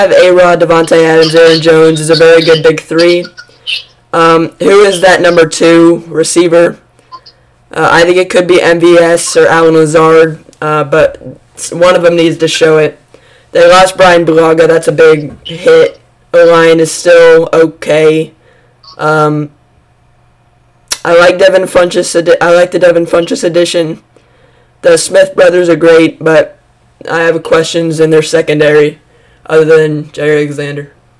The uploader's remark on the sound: Sorry about poor audio.